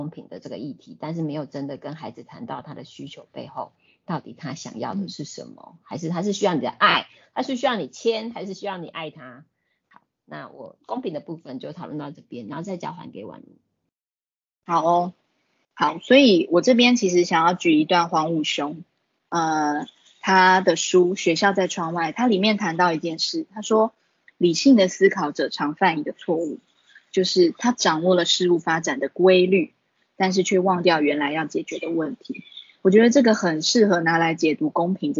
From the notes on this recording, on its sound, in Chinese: 此為線上課程錄音檔